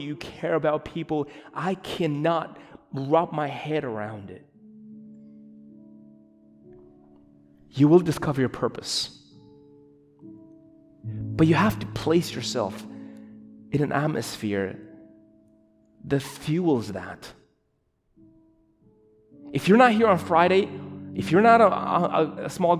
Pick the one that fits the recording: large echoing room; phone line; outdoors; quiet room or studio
large echoing room